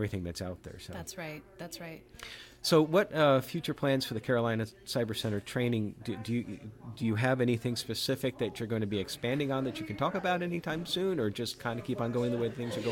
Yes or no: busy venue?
yes